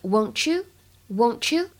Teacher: 我们的 won't 和 you 可以有一个音的同化的现象，就会觉得这里的 t 和后面的半元音有有一个 ch 的感觉。 · IPA: [wəʊnt] [ju:]